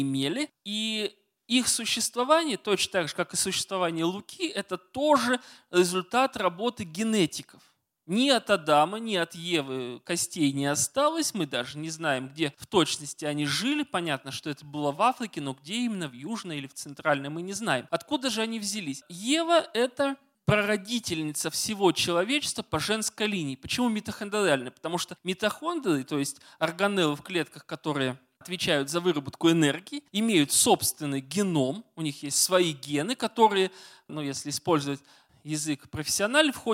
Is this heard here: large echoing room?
yes